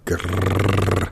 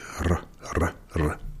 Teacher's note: Das R ist nicht wie bei uns hinten im Rachen oder wie bei den Engländern, dass die Zungenspitze nach hinten kommt, sondern die Zungenspitze ist vorne und wird von der Luft gerollt